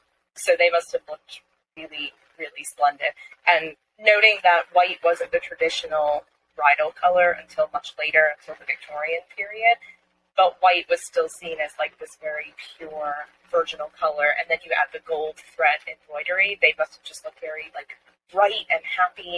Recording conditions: poor sound quality